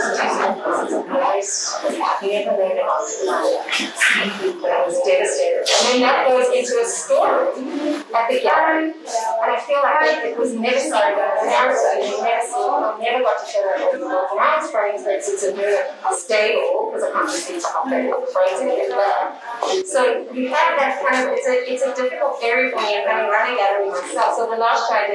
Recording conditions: busy venue